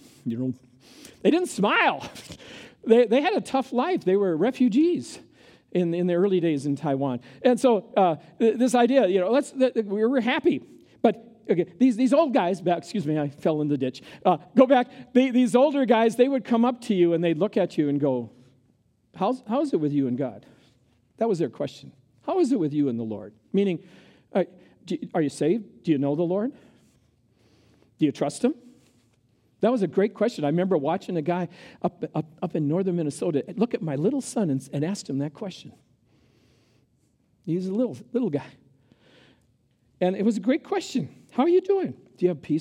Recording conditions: live audience